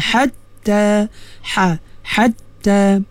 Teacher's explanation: pastikan ha juga dikeluarkan daripada tengah halqum